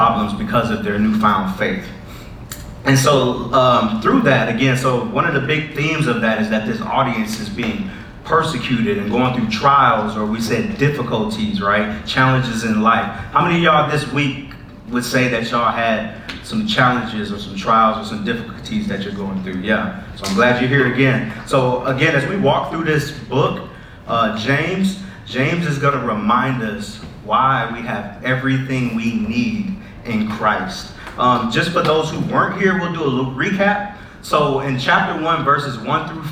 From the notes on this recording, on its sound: Sorry for the audio issues on this one!